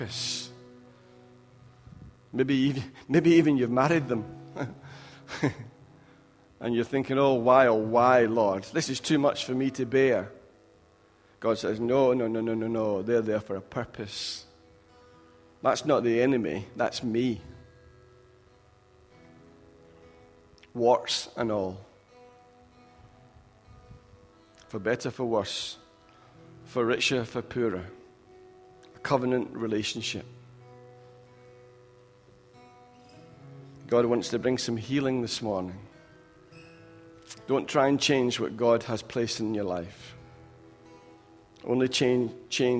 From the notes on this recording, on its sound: Recorded at freedomcentre church, Preston on Sunday 23rd October 2016